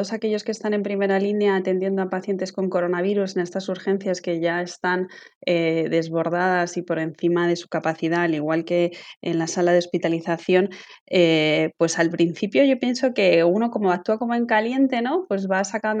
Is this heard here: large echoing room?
no